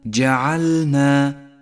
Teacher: المثال التالي احذر من سقوط حرف اللام من اللفظ في كلمة جعلنا، جعلنا، وانتبه إلى توضيح اللام الساكنة كلما جاء بعدها حرف النون